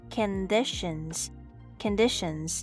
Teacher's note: The O here pronounced as a short sound, uh.